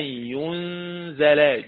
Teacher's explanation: قرأ ابن كثير وأبو عمرو بتخفيف الزاي ويلزم منه سكون النون